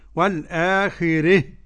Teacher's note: ووقف الكسائي بالإمالة قولا واحدا